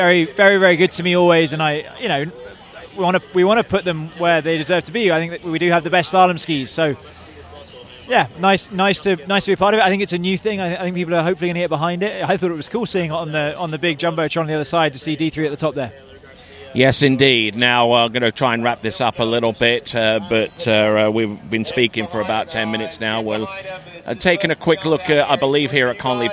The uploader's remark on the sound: was recorded just before the end of the Men’s Jump Final at the King of Darkness event.